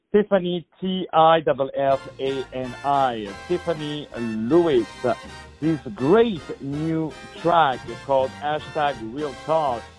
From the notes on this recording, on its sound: On the phone